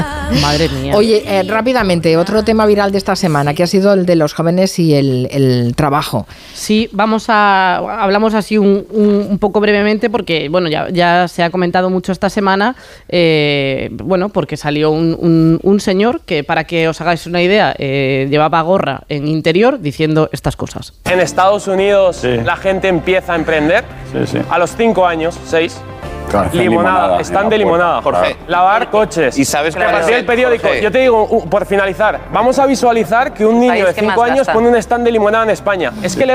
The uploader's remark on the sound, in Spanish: Desde el festival de cine de San Sebastián.